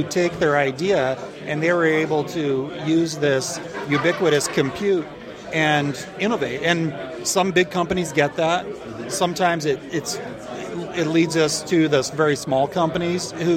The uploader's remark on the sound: recorded in London on 24th April during InfoSec 2013